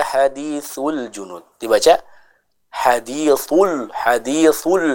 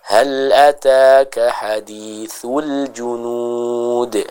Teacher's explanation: Kita baca dengan tipis huruf lam sukunnya. · Shown in: second take